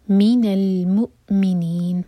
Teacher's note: حمزہ پر cut off sound بغیر قلقلہ کے